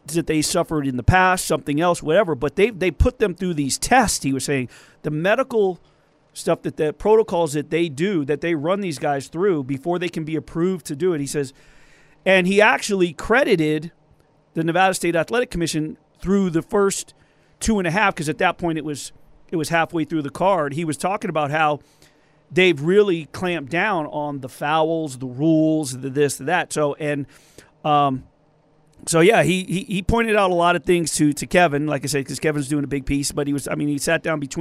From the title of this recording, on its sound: LIVE FROM SUMMER LEAGUE